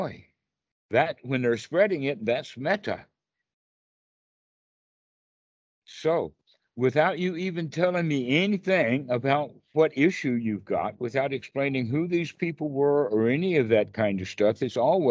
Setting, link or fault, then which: link, video call